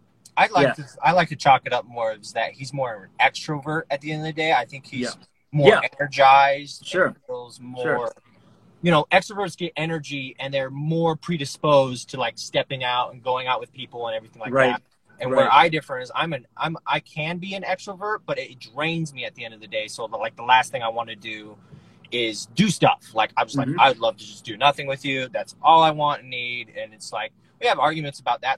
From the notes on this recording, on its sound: as they're driving in the car